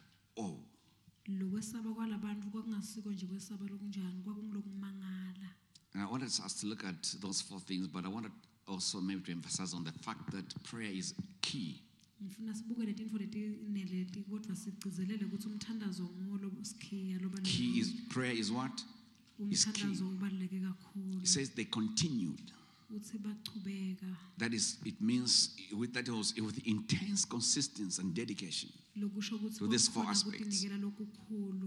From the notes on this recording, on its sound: Recorded Live at the Apostolic Hub.